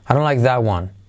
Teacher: la T de that casi no se pronuncia